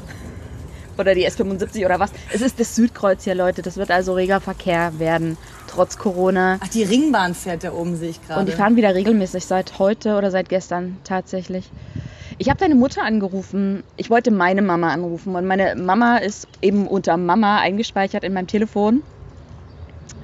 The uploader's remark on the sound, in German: Social Distancing treibt uns raus, raus in die Industrieanlage eines Berliner Bahnhofs, rein in eine spontane Aufnahme unter freiem Himmel.